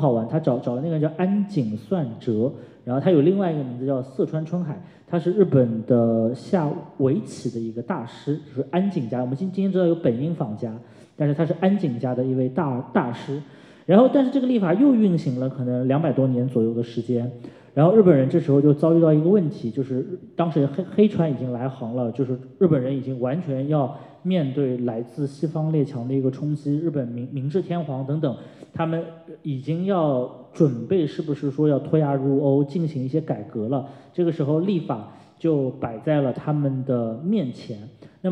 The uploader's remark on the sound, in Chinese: 艺述电影在艺海剧院小剧场举办了一场迎新活动。以下是讲座现场的音频录音。